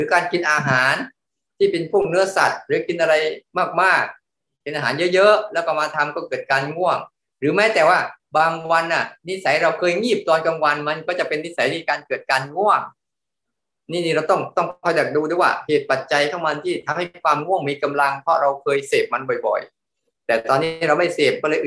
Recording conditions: video call